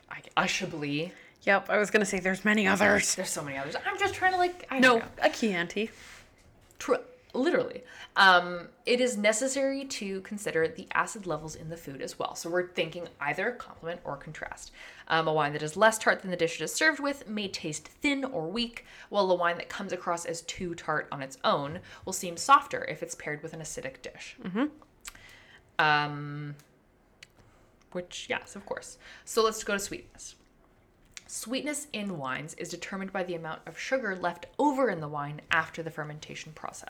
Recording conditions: sounds in the background